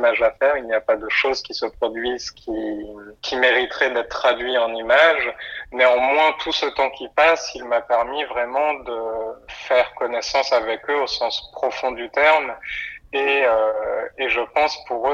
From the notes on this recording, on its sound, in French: Par téléphone entre Marseille et Paris.